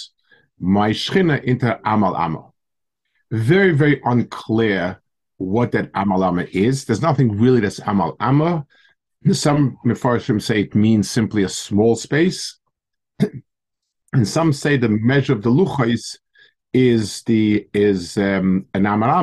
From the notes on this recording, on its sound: Delivered over Zoom to the staff of Yeshiva Ohr Yisroel.